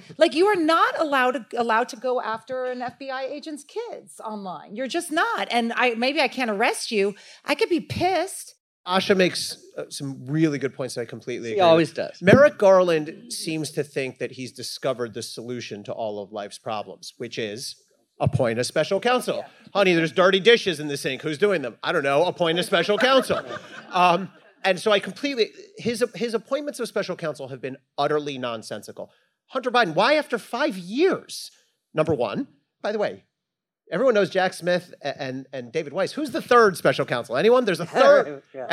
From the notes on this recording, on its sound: Recorded Live at the Texas Tribune Festival. This panel discussion.